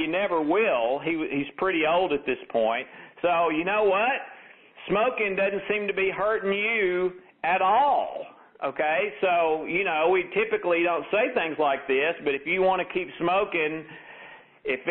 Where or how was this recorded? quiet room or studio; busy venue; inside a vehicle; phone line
phone line